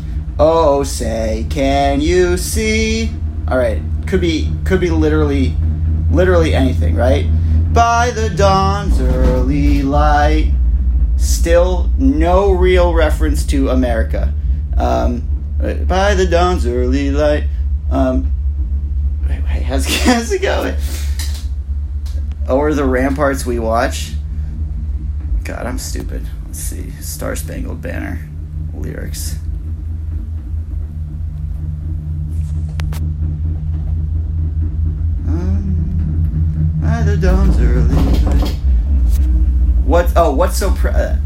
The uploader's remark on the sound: Live from a gondola in Mont Tremblant